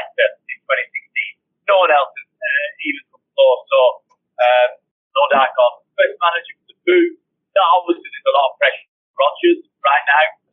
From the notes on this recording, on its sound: Apologies for the audio!